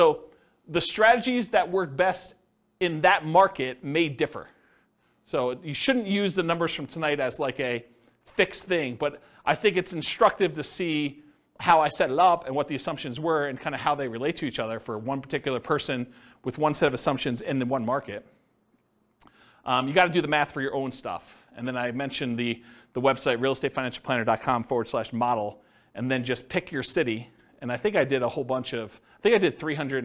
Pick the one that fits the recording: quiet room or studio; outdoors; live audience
live audience